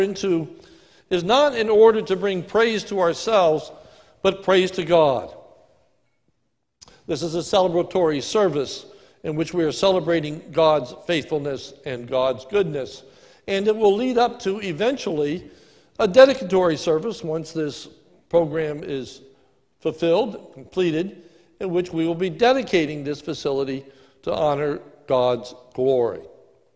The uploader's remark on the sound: This is a sermon recorded at the Lebanon Bible Fellowship Church in Lebanon, PA on 10/25/2020 during the morning service. Is a stand alone sermon for our groundbreaking service.